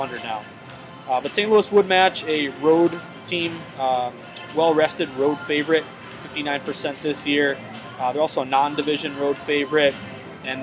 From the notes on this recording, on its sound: comes to you live from the Tropicana Casino in Atlantic City